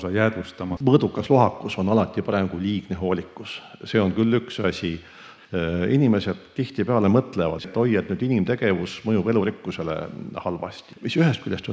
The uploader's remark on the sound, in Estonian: Oktoobrikuu saate salvestasime Matsalu loodusfilmide festivalil